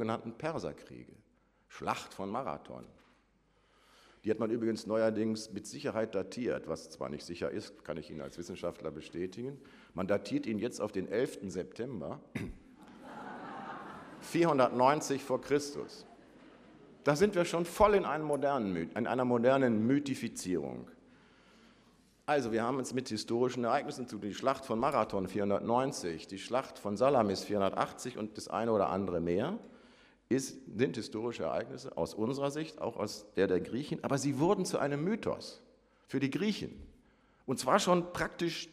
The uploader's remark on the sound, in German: Vortrag im Rahmen der Samstags-Uni